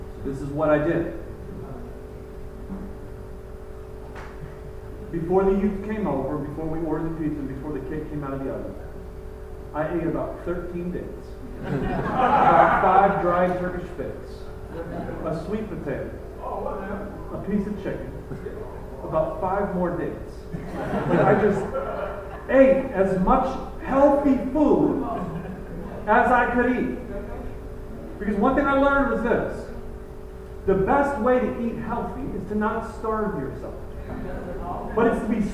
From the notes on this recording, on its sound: Apologies for the poor audio